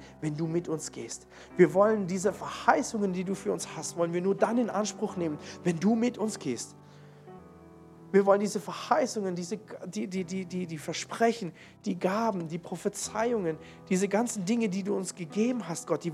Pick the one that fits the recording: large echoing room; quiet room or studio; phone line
large echoing room